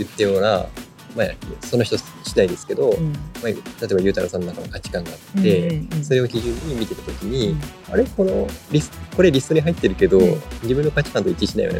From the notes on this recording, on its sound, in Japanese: 屋外収録のため少し賑やかです。